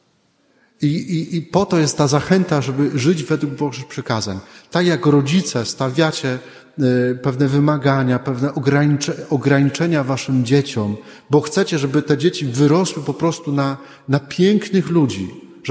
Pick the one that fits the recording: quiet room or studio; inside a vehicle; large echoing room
large echoing room